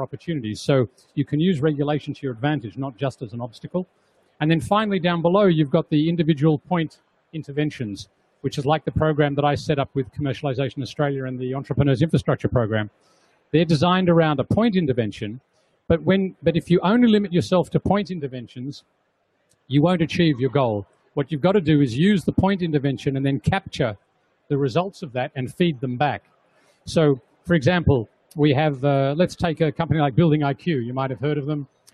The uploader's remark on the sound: From The Big Pitch 2015